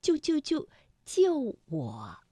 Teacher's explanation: 当就就就连在一起的时候，不可能每一个字都从五能够降到幺，所以啊，我们通常把它从五降到三 · Term: 去声